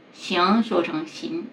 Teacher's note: 还有前鼻音和后鼻音不分，行说成行